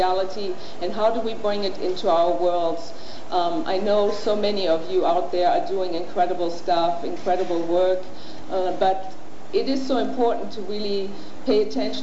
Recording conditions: live audience